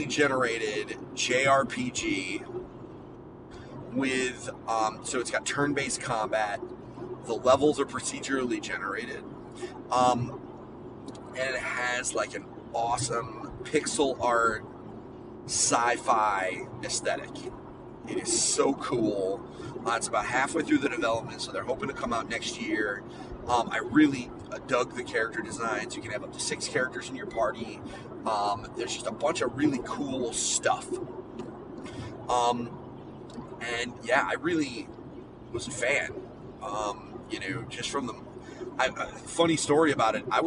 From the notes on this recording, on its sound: His ride home from Boston. PAXeast2019.